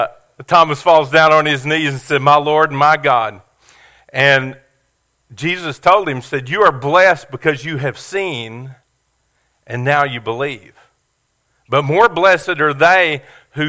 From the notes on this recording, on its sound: Sermon audio from our Easter Service at Family Worship Center.